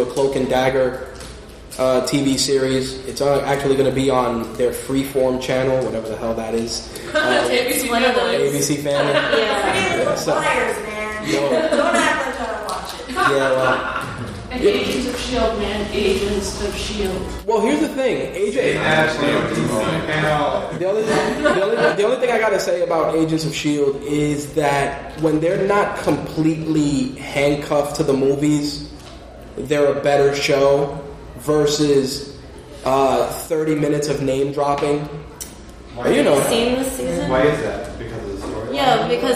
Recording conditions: live audience